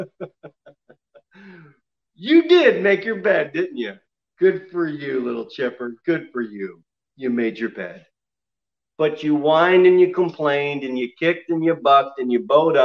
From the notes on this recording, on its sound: Sermon delivered at Pilgrim Baptist Church on Sunday, December 6, 2020, at 6 pm.